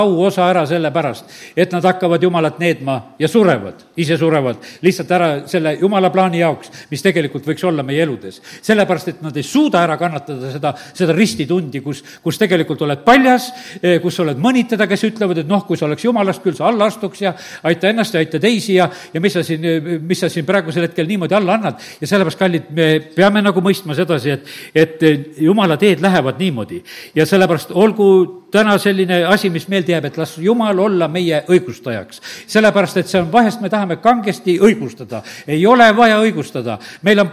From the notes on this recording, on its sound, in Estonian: Audio salvestus koosolekult